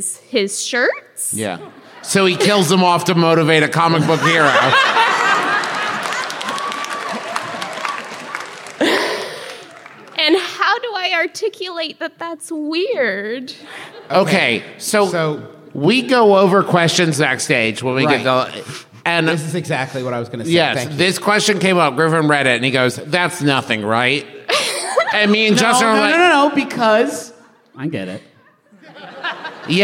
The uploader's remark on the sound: Live from Washington, DC! We're answering live questions.